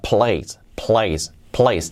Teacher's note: la última palabra place con la L bien fuerte, la la la, la y la P bien aspirada.